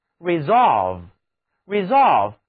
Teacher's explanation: 这个词的重音放在第二个音节上，跟我读 resolve